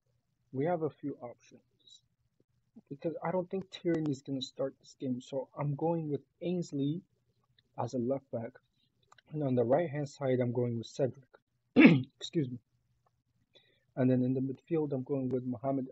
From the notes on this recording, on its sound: My bad for the weird audio.